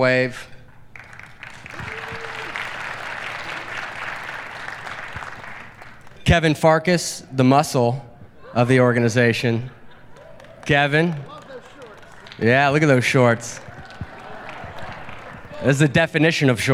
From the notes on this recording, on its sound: VBC at Night | Heinz Field. VBC presents an evening of live veterans storytelling at Heinz Field, Pittsburgh, Pennsylvania.